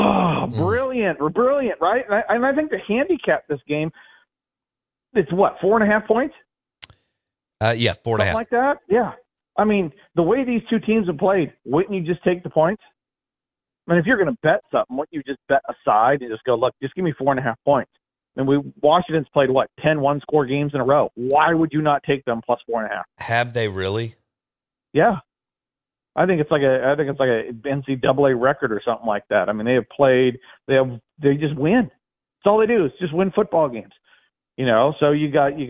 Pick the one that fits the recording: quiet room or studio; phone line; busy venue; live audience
phone line